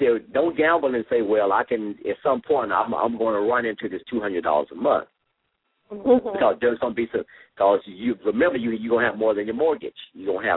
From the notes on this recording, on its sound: LML uses a progressive live call in format.